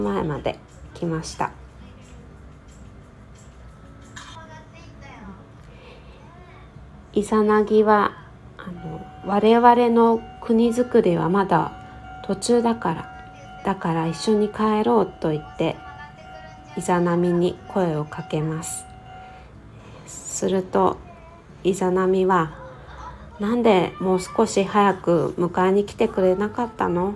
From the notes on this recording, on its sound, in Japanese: 息子が発熱の為、今朝は収録配信でお届けします。熱は下がっていないですが、TVを見ており雑音が大きく入っています。